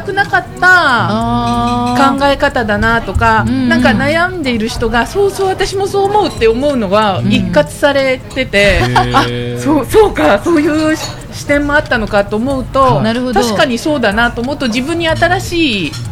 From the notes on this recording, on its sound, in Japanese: 今回も麻布十番商店街入口にある、ビストロ「蝶蝶」にて行われた公開収録の模様をお送りします。